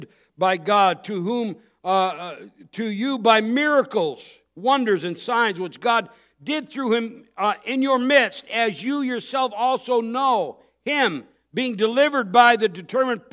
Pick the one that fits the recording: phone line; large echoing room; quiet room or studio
large echoing room